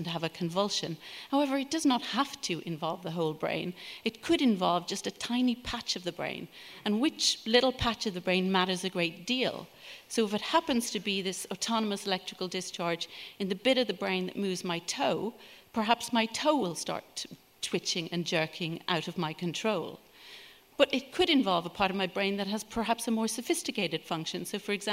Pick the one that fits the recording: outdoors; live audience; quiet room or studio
live audience